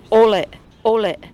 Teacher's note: The Bay Miwok word for coyote was probably ole, ole, dragging out the long letters, pronouncing the vowels as if they were Spanish